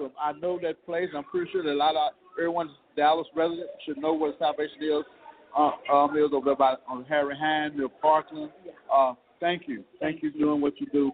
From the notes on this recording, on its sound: We are on location at this year Royalty Conference